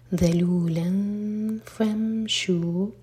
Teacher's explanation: ضاد ہیوی ارض ذلولا فامشوا ذال ہے ذا کا ساؤنڈ آئے لام کی تنوین کے بعد فا تو فا کے لیے اخفا